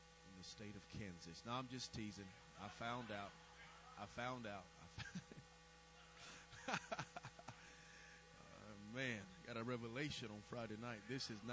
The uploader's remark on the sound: May have to listen with headphones due to low recording volume